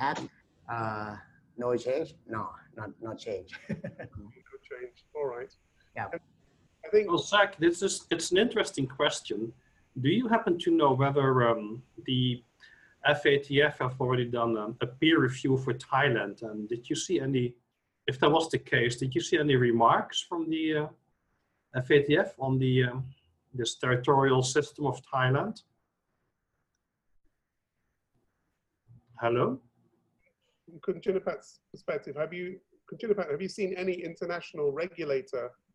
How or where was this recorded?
video call